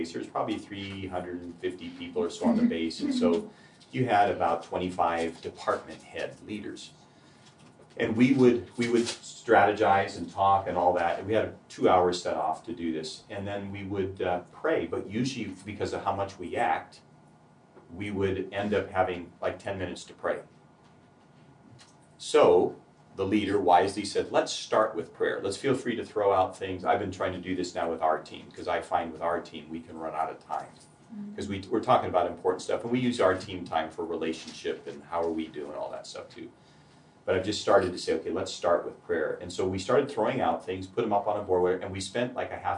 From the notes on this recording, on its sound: This episode is from Lionshare, recorded at the National Disciple Making Forum.